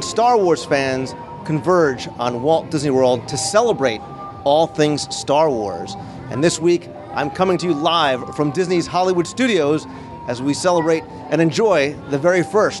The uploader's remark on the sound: live from the park